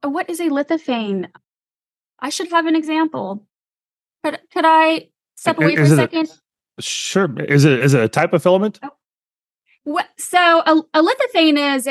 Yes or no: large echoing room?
no